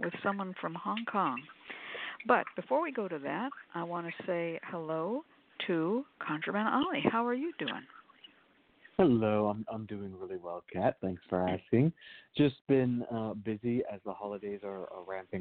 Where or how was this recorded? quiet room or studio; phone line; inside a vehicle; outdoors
phone line